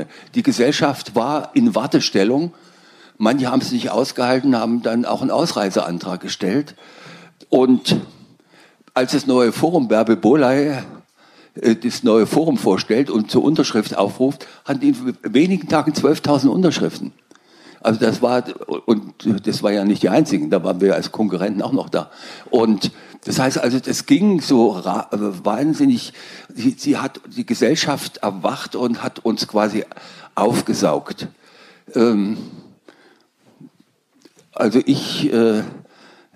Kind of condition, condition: setting, live audience